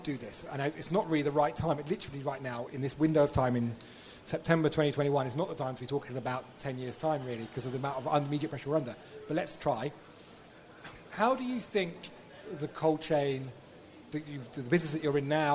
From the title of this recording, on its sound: Cold Chain Podcast Live!